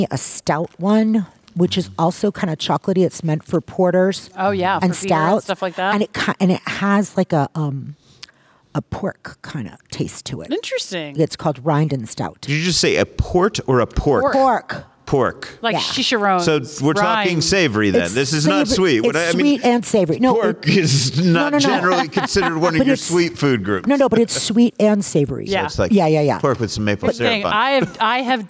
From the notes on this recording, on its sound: Recorded this episode at the Fancy Foods Show, and talked to a few of the people hoping to find buyers for their products.